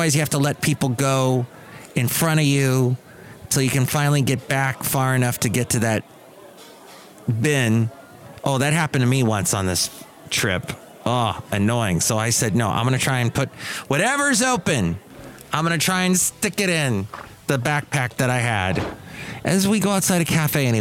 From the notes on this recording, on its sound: podcasts live from Cafe Anyway